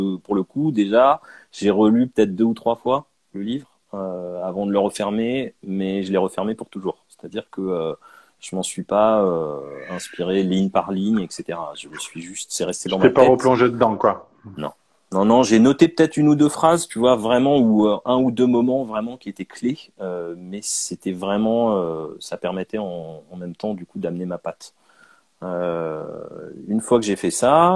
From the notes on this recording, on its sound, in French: lors d'un Live Instagram